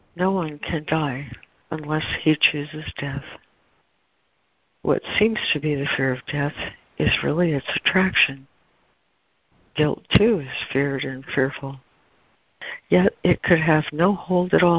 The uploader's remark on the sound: ACIM Daily Conference Call.